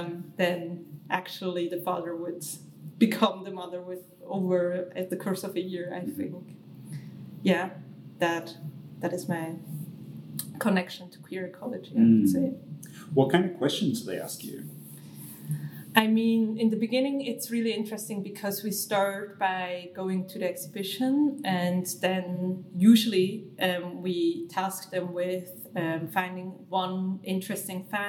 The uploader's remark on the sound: During a beautiful, noisy queer festival